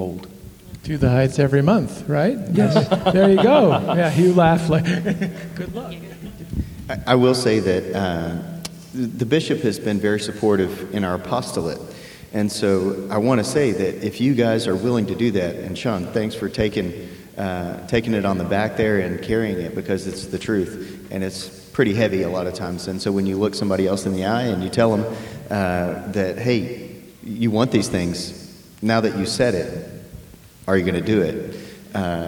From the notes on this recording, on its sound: Speaking at the "To the Heights" conference at St. Stephens in Midland.